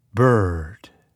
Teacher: This is a middle vowel sound. For this vowel sound, the tip of the tongue is not behind the lower front teeth. Instead, it is raised toward the upper gum ridge. While keeping the tip of the tongue free, allow air to pass over it as it vibrates slightly, creating the sound er.